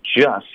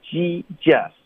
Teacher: 所以就是 just 要注意要撅嘴发，不能发一个 Gjust。 · Shown in: first take